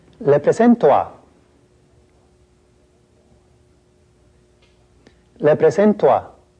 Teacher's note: Notice that the O of presento and the A that follows are said very fast, almost linked together.